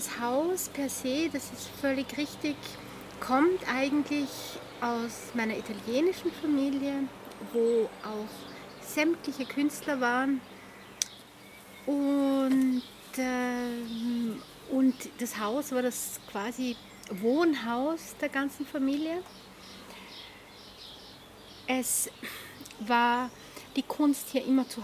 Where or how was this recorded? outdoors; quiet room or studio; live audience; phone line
outdoors